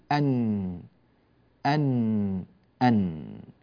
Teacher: نون ساكنة تخرج من طرف اللسان. وعندي كذلك مخرج آخر يعمل معي وهو الخيشوم.